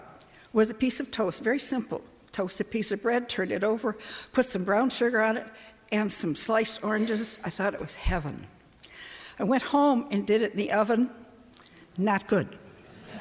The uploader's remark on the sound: The Adult Education Committee has planned its own variation on the popular live storytelling medium, the Moth Radio Hour. This live storytelling at First Pres, featuring real stories shared, in person, by fellow church members.